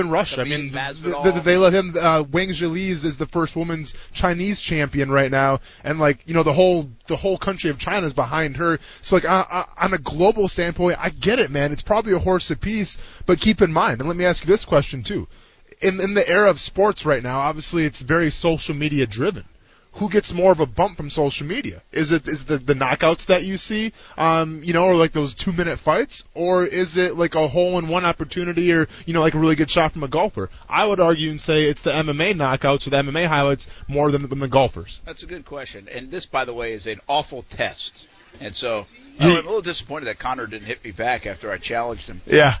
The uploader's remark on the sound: LIVE from the Live at The Jacksonville International Auto Show